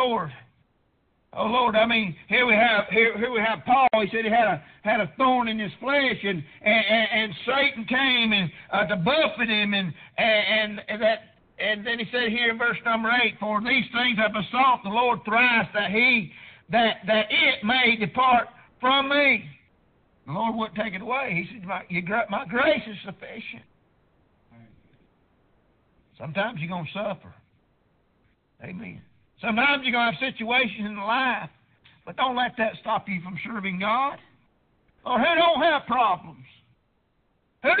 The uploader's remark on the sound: Preached at prayer Baptist Church